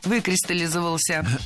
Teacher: Произносить это слово довольно сложно, так как ударяем первый слог, а потом идет много безударных слогов.